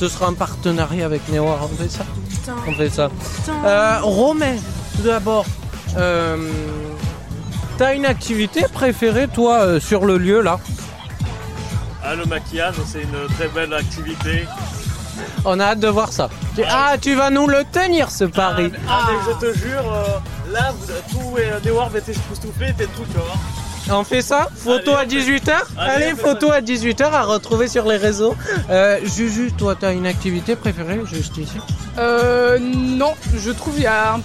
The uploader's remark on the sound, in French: En direct de "Jeunesse en fête".